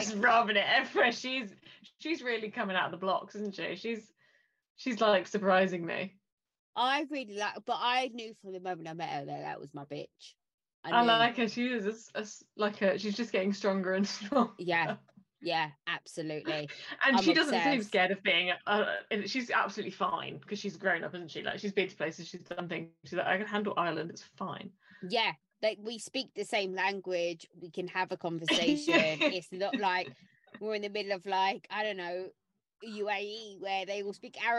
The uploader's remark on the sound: Disclaimer, we had sound and internet issues. There's some back ground noise and weird static voices now and again during the episode.